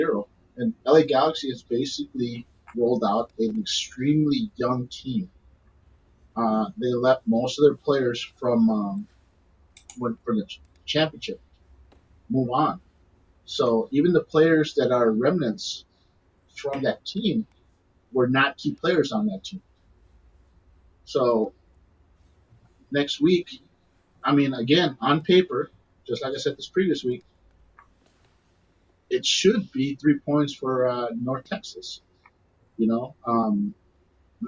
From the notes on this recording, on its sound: We apologize for the technical issues we have been having. This is the spliced audio of our last show.